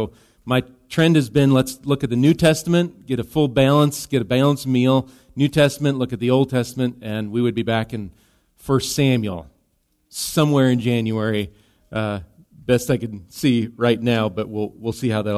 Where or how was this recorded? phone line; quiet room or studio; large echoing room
large echoing room